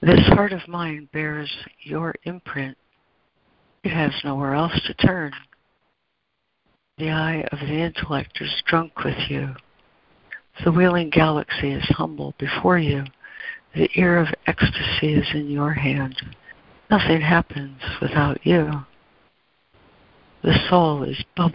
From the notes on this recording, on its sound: ACIM Daily Conference Call